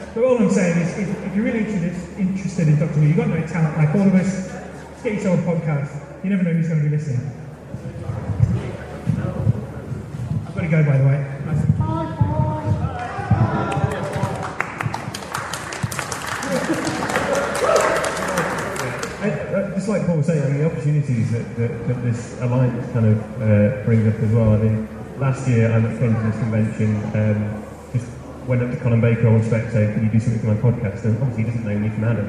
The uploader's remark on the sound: This episode was recorded at the Whooverville 2 Convention at the Midland Railway Centre in Ripley, Derbyshire. This episode was recorded at the Whooverville 2 Convention at the Midland Railway Centre in Ripley, Derbyshire.